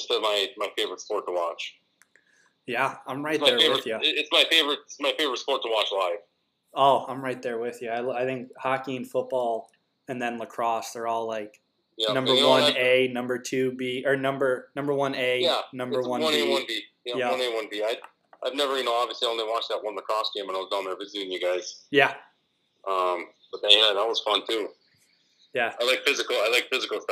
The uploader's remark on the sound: Quick phone interview with former College Football player.